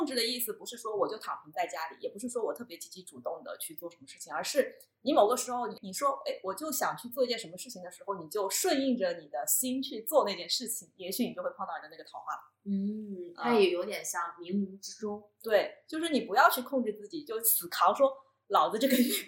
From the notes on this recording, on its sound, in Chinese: 这期音质在后期上做了点努力，但前期收音上确实比较差强人意，后续咱会在硬件上做做努力。